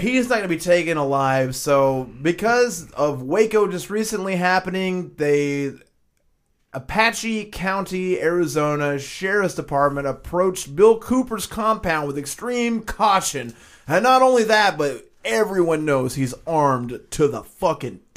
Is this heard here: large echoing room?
no